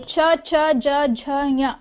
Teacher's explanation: च इत्यस्य वदनसमये जिह्वायाः स्पर्शः तालौ भवति साक्षात् · Term: तालव्य